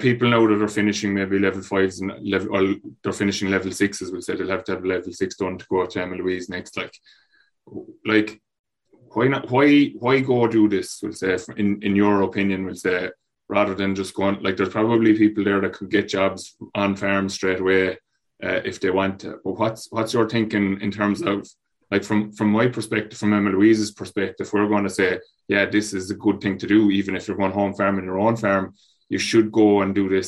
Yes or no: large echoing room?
no